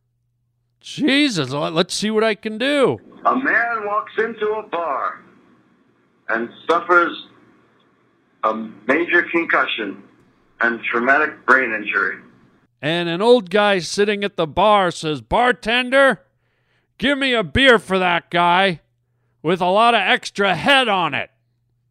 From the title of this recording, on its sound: It's a show filled with phone calls from listeners